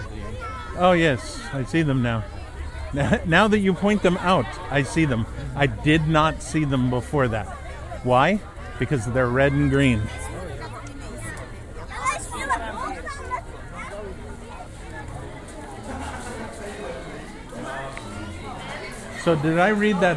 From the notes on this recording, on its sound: some audio of his first visit to Efteling Theme Park in the Netherlands